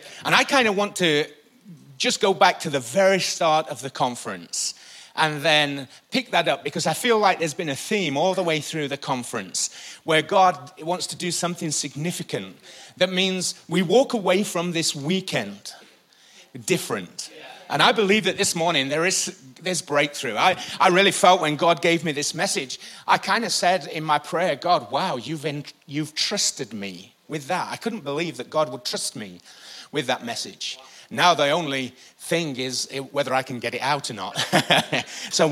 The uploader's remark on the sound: IKON Church. Recorded live at the Chesterfield Campus this is the message from the morning service on the 3rd November 19.